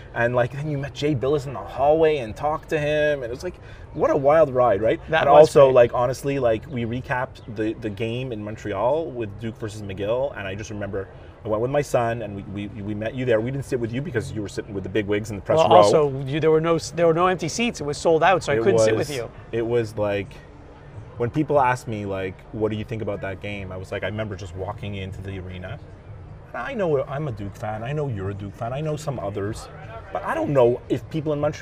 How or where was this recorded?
outdoors